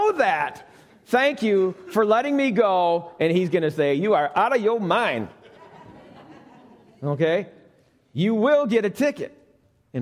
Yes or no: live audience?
yes